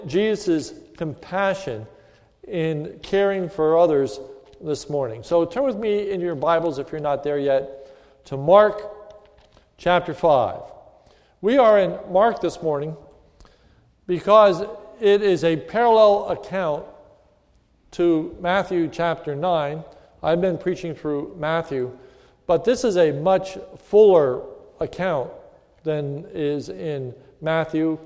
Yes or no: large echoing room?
yes